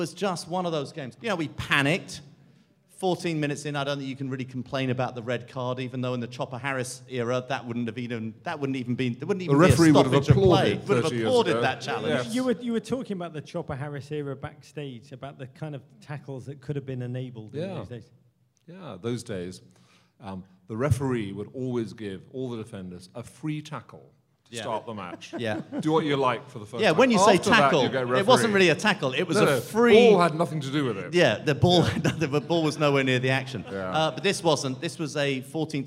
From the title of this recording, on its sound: Live at the British Embassy in Washington D.C.